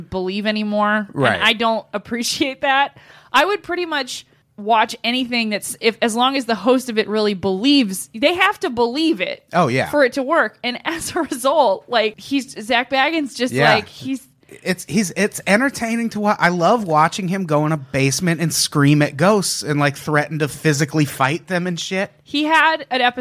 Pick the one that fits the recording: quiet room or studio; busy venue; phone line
quiet room or studio